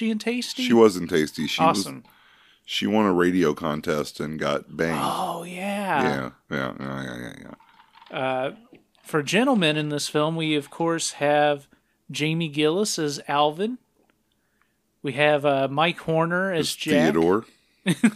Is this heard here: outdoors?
no